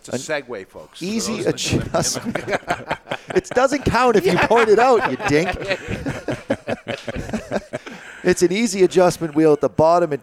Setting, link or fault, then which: setting, live audience